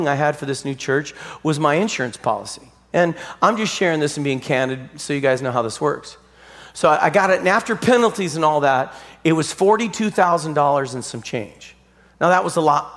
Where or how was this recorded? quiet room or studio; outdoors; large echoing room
large echoing room